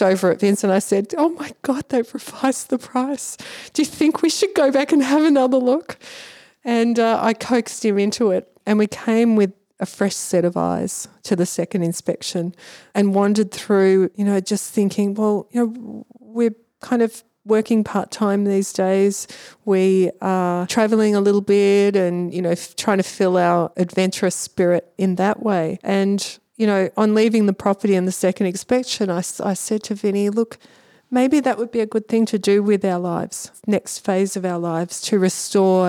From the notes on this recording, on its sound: This episode was recorded in Heatherbrae’s external washhouse, which remains untouched from when it was first built in the 1850's.